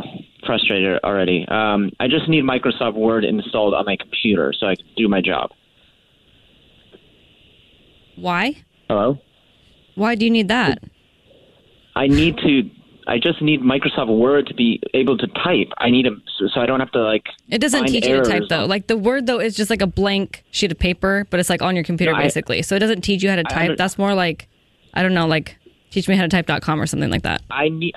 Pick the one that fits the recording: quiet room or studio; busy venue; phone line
phone line